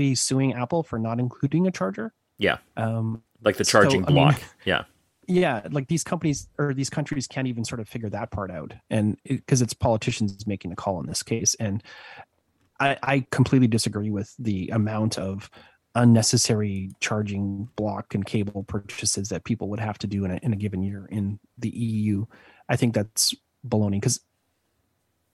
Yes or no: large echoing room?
no